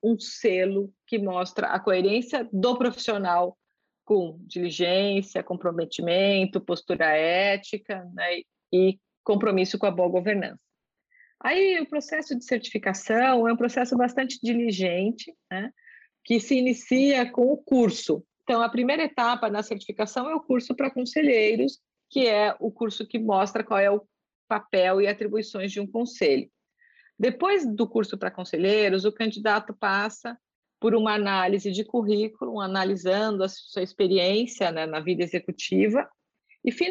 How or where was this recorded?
video call